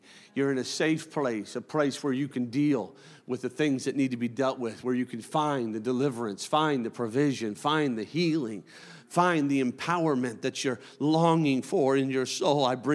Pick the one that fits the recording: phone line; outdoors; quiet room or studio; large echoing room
large echoing room